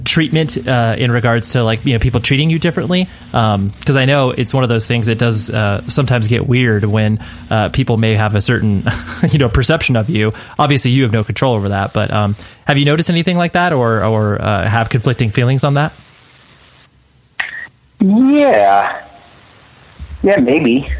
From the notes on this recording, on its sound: We hopped on the phone one afternoon